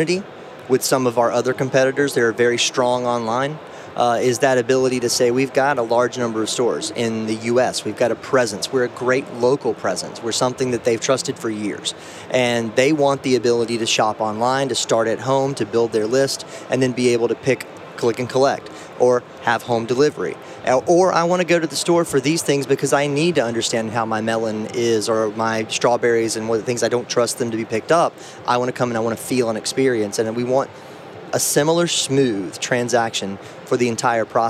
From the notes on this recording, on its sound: recorded at NRF Big Show 2018